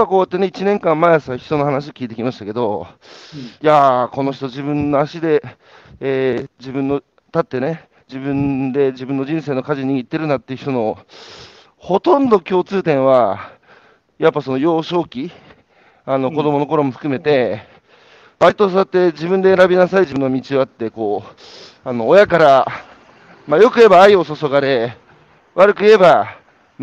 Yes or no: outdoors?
yes